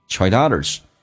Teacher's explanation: Try 跟 others 可以有一个连叫 triedothers，用 D 进行连音